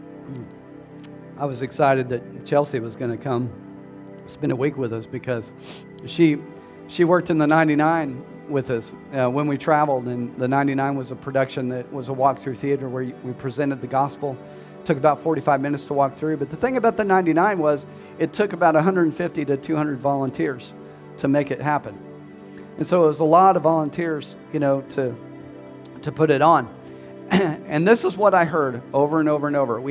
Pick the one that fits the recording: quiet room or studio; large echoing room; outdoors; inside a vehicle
large echoing room